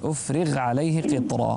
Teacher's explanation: الغين من أحرف الاستعلاء، إذا كانت ساكنة ينظر إلى حركة ما قبلها، فحركة ما قبلها هنا الكسرة، فينبغي عليك أن لا تفخم كثيرا